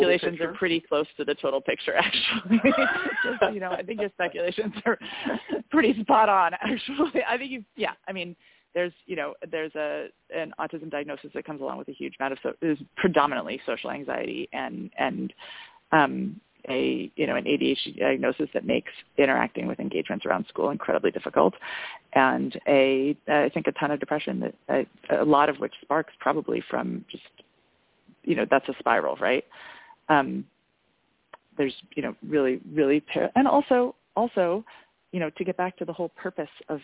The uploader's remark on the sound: Help out a mom who called in with a difficult situation with her son.